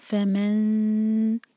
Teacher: آج ہم دیکھتے ہیں اخفاء پارٹ 8 ہے یہ، جب بھی نون ساکن یا تنوین کے بعد شین آئے تو ہم نون کے مخرج کو ٹچ نہیں کریں گے، زبان کو نون کے مخرج پر ٹچ نہیں ہونے دیں گے، بلکہ زبان کو نیچے رکھیں گے، دور رکھیں گے، اور جو نیکسٹ لیٹر ہے جو یہاں پر ہے شین، اس کے لیے ہماری زبان تیار ہوگی، یعنی کہ اس کے مخرج کے بہت قریب لے جا کر ہم 2 سیکنڈس کا ٹائم دیں گے اور اس طرح سے اخفاء ادا ہوگا.